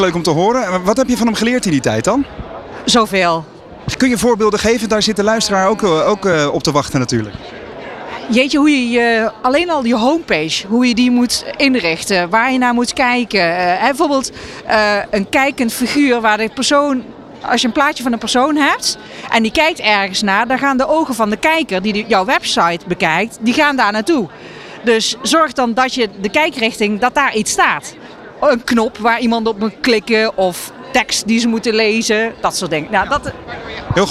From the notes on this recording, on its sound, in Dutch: Vanaf de locatie, Hart van Holland in Nijkerk, deed De Ondernemer live verslag van hét evenement voor zelfstandig ondernemers.